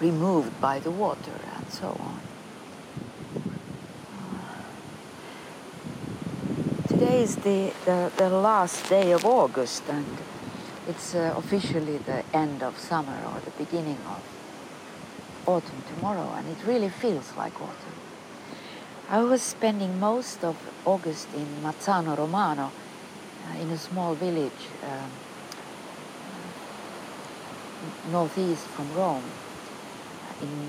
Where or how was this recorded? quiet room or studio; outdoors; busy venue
outdoors